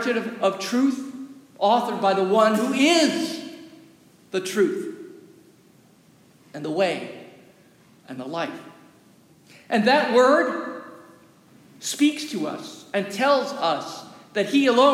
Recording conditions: large echoing room